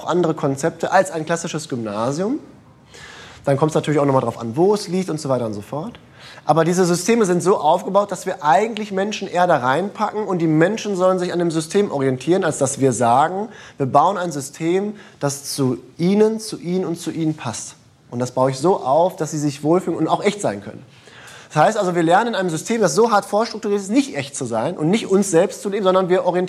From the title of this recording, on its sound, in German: Live im Uniseminar